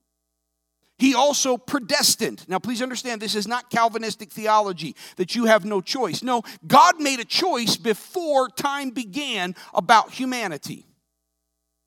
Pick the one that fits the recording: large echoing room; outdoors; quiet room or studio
large echoing room